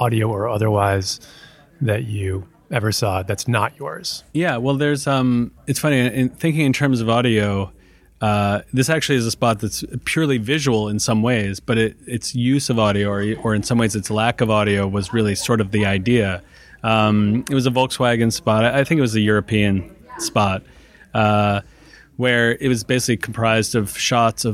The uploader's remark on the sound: Live from Advertising Week